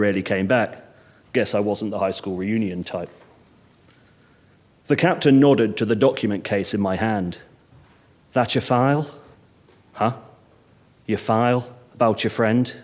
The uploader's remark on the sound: Featuring an hour of new writing read by the writers on this year’s National Centre for Writing Escalator programme - recorded earlier this year at the showcase event, here at Dragon Hall.